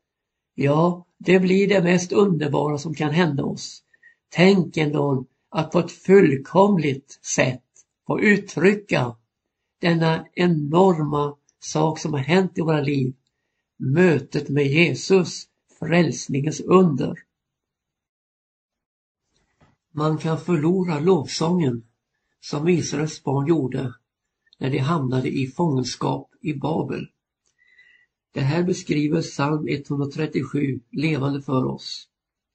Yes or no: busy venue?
no